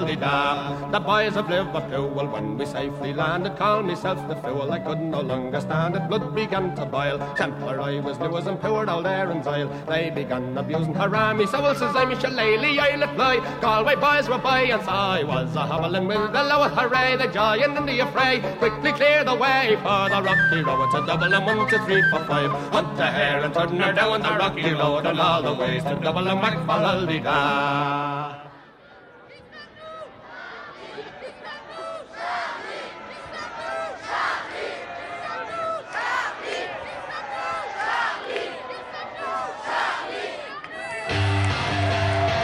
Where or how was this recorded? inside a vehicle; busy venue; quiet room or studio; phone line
busy venue